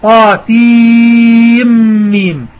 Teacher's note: هنا حفص يدغم النون الساكنة في الميم في طاسيم ميم · Term: إدغام جائز